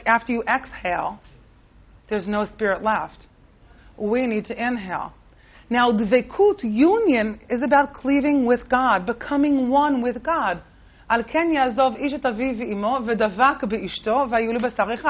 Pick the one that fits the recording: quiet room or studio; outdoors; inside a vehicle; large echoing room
large echoing room